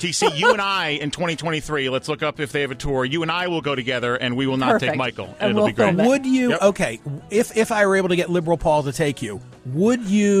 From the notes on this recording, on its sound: Open The Phone Lines, They Said. He let the callers take control, with no commentary, no topics, no rules - just Open Line Friday.